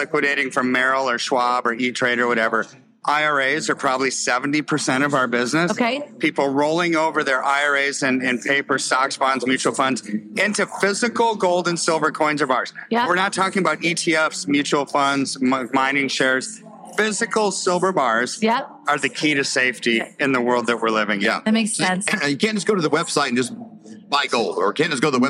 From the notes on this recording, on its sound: live and in person at the Reawaken America event